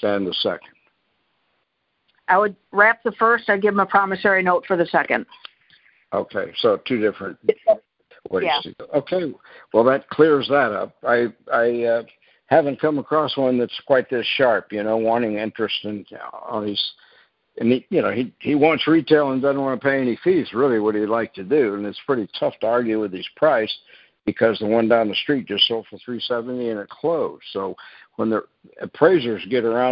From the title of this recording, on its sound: Q&A Call